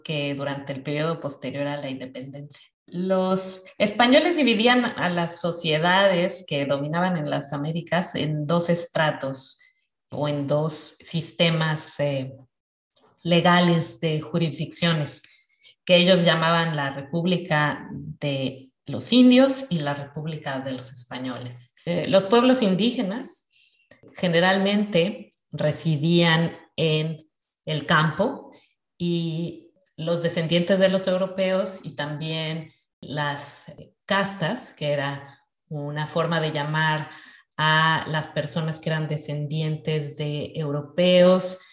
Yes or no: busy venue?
no